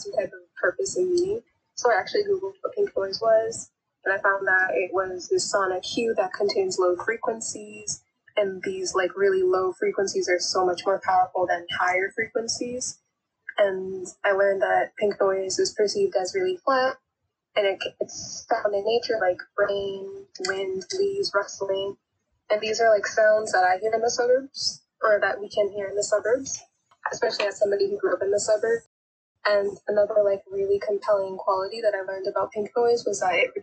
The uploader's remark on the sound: In part 2 of this Facetime call with Ivorian-American artists.